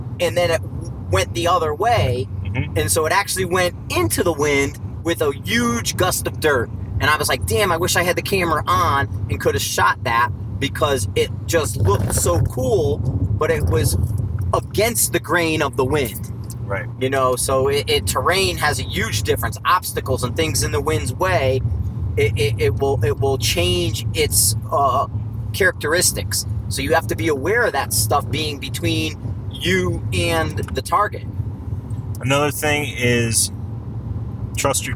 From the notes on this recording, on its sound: Road Trip Conversation. Caution* Heavy Road Noise Ahead. I apologize upfront for the road noise, I did my best to remove it in post, but the recorder was too good capturing it.